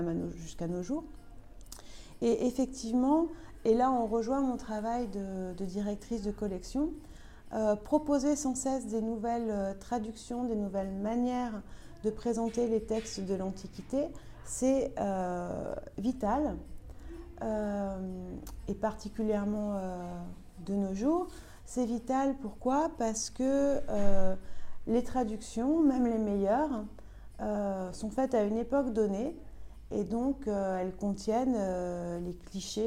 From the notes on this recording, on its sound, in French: le 3 février à l’hôtel de ville de Versailles au Festival des Langues Classiques.